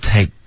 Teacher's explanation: 结尾要有一个干脆的停顿，我们省这个科的音，舌根得顶上颚